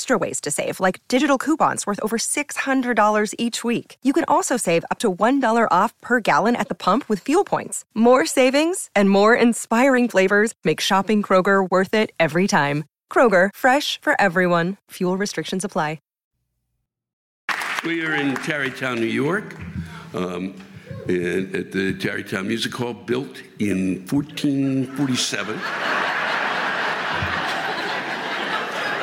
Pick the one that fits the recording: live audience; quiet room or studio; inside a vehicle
live audience